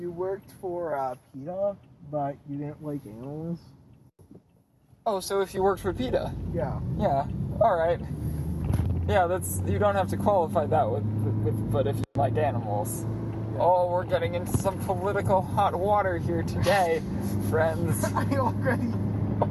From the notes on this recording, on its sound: Apologies for the bad audio quality. Don't really expect it to get better. Prius Patrol is recorded in an actual Prius.